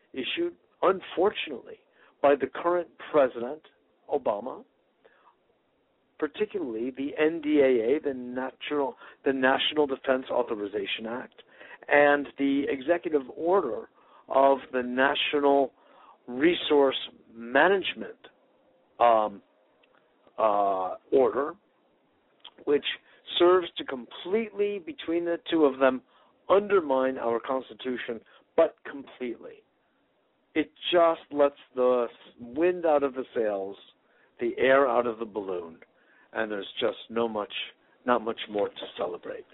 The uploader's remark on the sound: Today is a chance for listeners to call